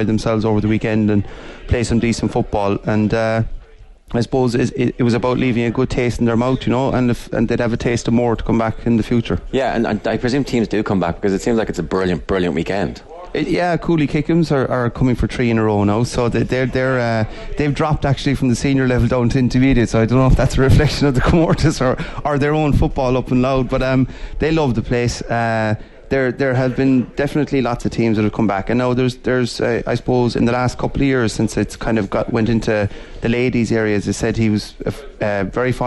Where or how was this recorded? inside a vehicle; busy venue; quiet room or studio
busy venue